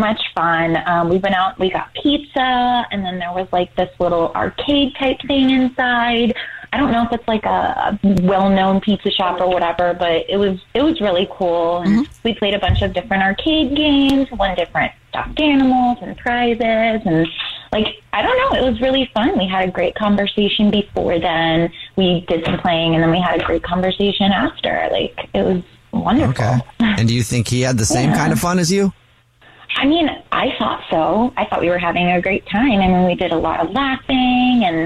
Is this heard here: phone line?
yes